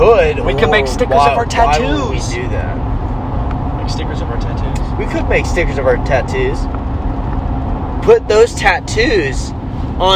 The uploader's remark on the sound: Oh no we be driving in this one while talking about funny things too?